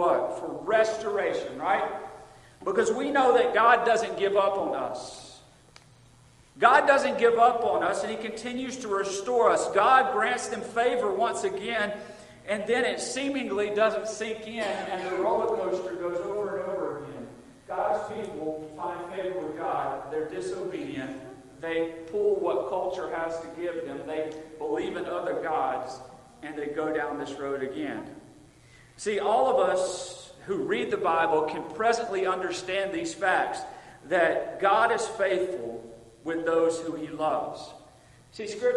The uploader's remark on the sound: Recorded Sunday Evening, August 28, 2022 at Friendship Baptist Church.